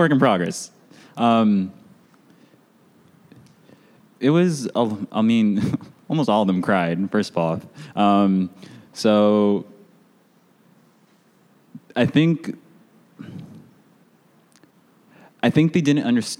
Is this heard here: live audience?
yes